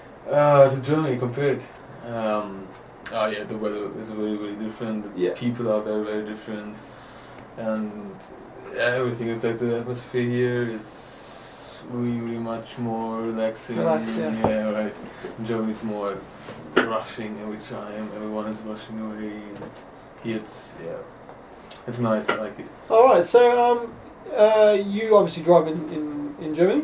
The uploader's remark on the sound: this is the backup recording as the normal recorder had issues